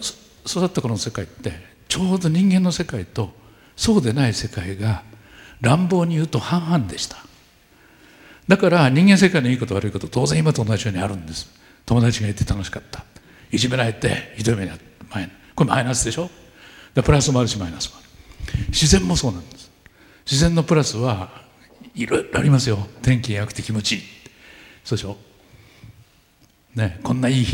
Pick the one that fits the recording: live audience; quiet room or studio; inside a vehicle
live audience